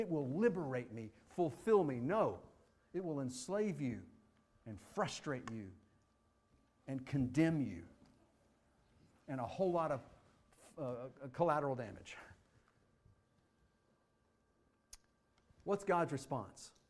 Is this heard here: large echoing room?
yes